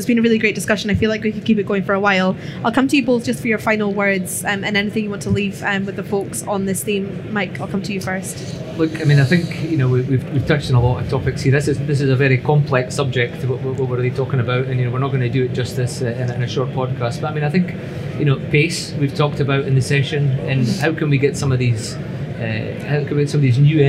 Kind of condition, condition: setting, busy venue